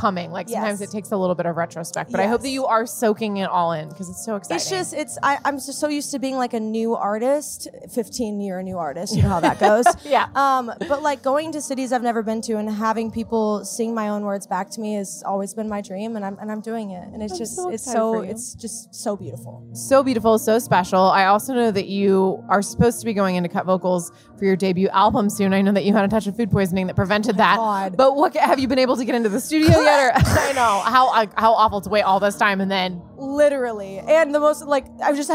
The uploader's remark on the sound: at Tortuga Music Festival